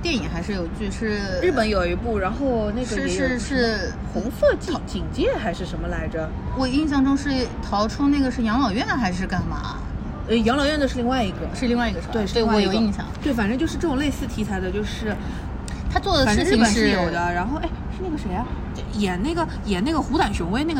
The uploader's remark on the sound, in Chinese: 本次录制花费：茶餐厅 128元